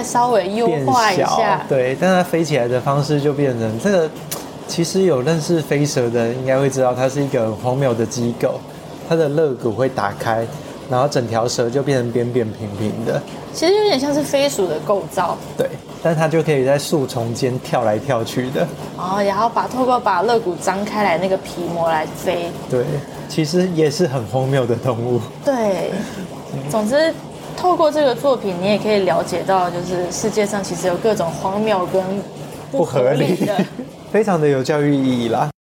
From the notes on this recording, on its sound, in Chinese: 錄音當天大暴雨，收音品質略差敬請見諒。